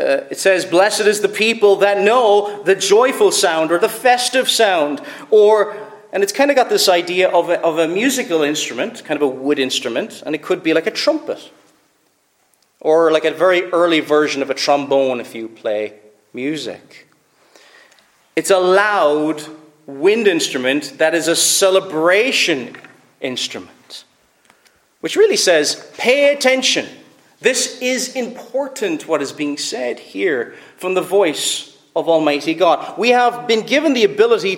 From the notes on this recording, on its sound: Preached at Fairview Reformed Presbyterian Church